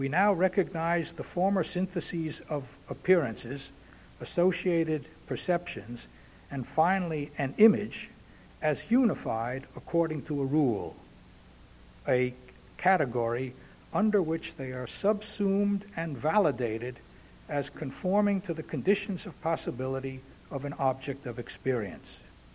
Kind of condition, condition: setting, large echoing room